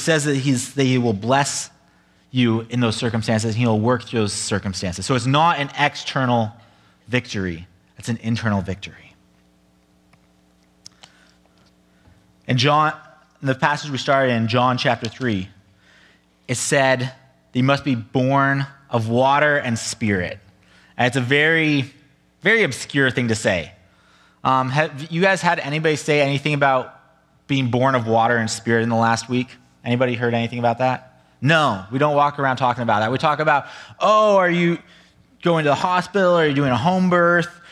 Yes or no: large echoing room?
yes